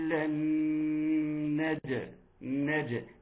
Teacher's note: نون ساكنه اتى بعدها حرف النون، ما حكمها؟ ادغام بغنه